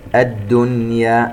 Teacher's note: نون ساكنة وبعدها ياء، لكن في كلمة واحدة، إذن هنا إظهار مطلق لا إدغام